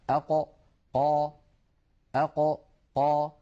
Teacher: القاف كما نعلم يا إخوة من أقصى اللسان، مع ما يحاذيه من الحنك الأعلى. أق قا أق قا، هذا مكان حرف القاف من أقصى اللسان مع ما يحاذيه من الحنك الأعلى.